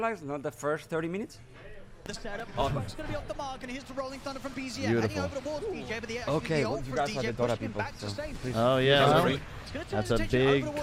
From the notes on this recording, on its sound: Live from Stockholm Major. The OG's Monkey Business Show coming to you Live from Stockholm! We had guests, we had fans and an all around incredible time.